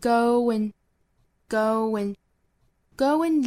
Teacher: go 是圆唇那圆唇带出的这个连读加音呢加的这个辅音呢也是一个圆唇的口型呢就是 what 这个口型了